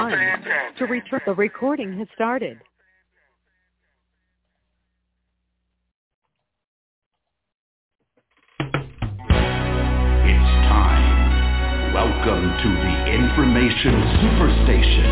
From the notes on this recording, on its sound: TNTSuperfantastic Conference Call